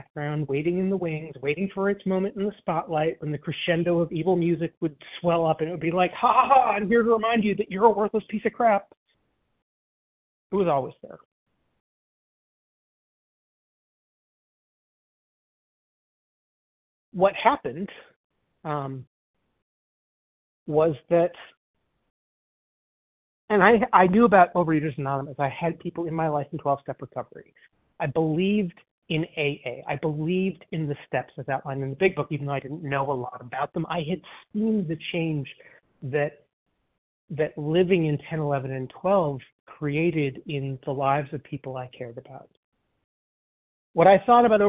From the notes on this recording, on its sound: 100 Pounders Phone Meeting